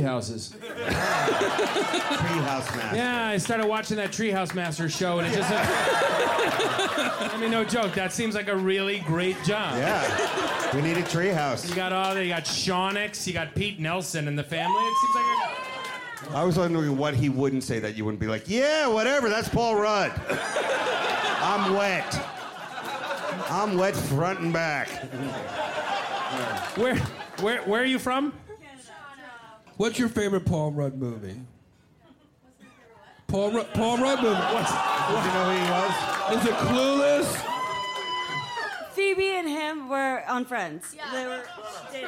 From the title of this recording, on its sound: in the crowd of Bumping Mics